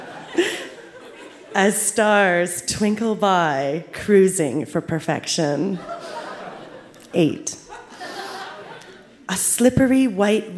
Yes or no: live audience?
yes